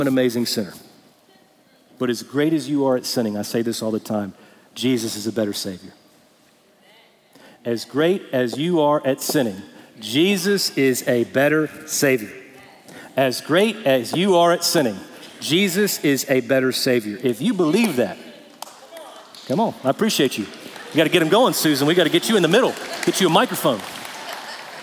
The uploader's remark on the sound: Recorded Live at Brookwood Church on 11.05.2023